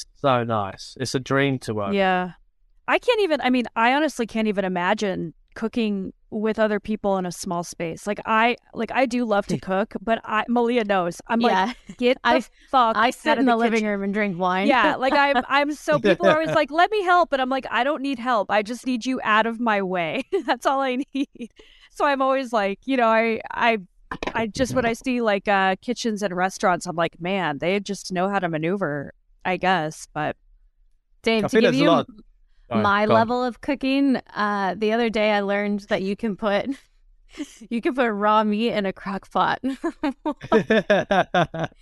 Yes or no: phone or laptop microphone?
no